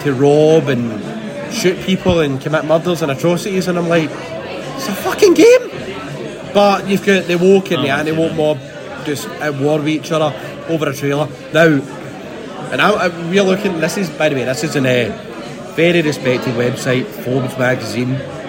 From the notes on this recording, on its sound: Recorded at "Magical" Molly Malones of Hope Street.